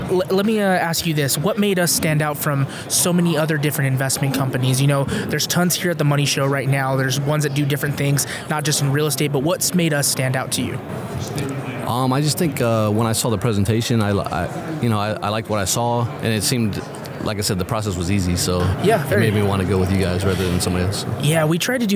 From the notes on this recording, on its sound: LIVE at MoneyShow at the Paris Hotel in Las Vegas, NV getting Investor Testimonials!